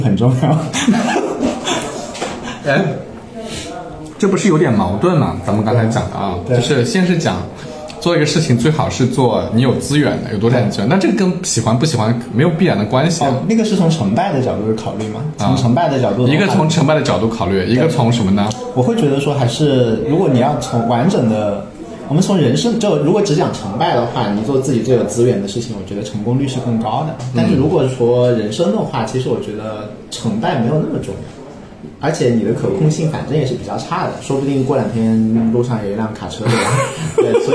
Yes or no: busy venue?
yes